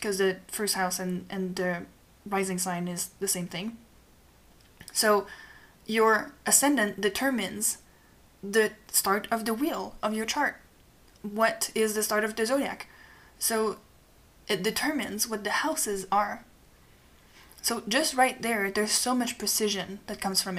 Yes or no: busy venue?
no